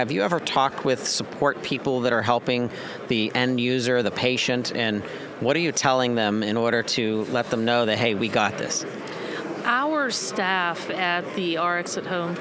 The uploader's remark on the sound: User Conference Post-Show. SoftWriters’ team members, exhibitors, partners, and conference attendees live from the show floor.